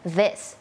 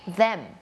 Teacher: มันไม่ใช่ดอเด็กอย่างเดียวเนาะมันมีความสั่นนิดนึงแล้วก็มีลมออกมานิดนึง